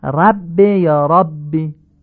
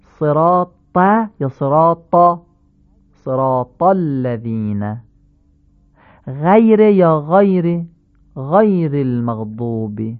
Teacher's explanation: فتحه با 8 حرف مفخمه مانند آ ولی کوتاه تلفظ می شود. با سایر حروف هم مثل فارسی معمولی خواهد بود.